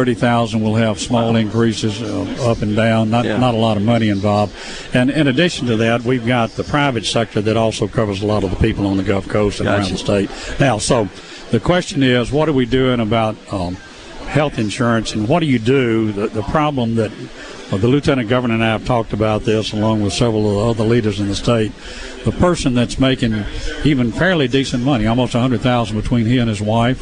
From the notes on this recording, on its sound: The JT Show broadcasts LIVE from The Neshoba County Fair.